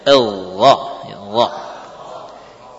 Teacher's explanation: Kita mendapati guru kita melafadzkan gha demikian, gha ya, gha ya, ini tanpa hams, tanpa hams, gha nafasnya keluar tapi tidak banyak · Term: ghain